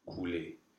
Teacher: It's a verb in the infinitive, the first group, to be technical, that ends in ER. And in this case, the R is completely silent. And it's a closed A instead. · Term: silent R